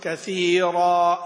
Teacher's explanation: حين تفخم الراء وتأتي بعدها ألف فإن الألف أيضا تفخم، تقول كثيرا، إلا طبعا في رواية ورش سيأتي.